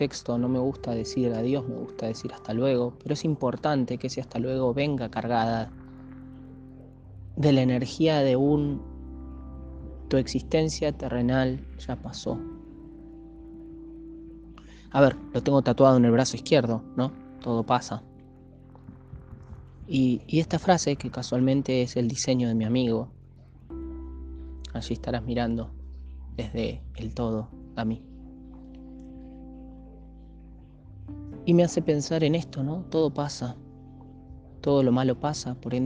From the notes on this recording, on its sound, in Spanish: En este episodio reflexiono para (y con) ustedes desde el techo de mi casa.